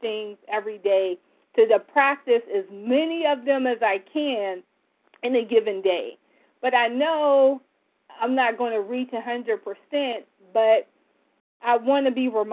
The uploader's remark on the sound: from the 100 Pounders Phone Meeting, 1/24/24